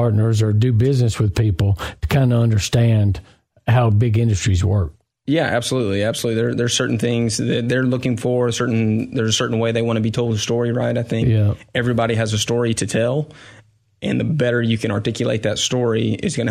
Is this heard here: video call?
no